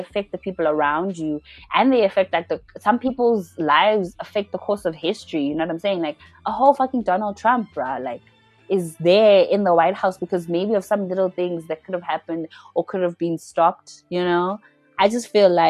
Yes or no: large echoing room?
no